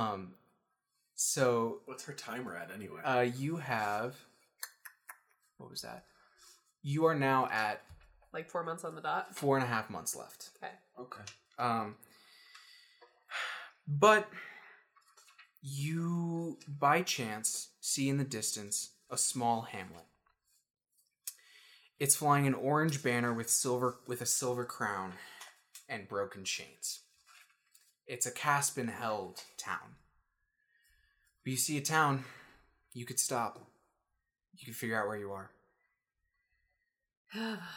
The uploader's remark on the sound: Please note that the audio quality is a little lower.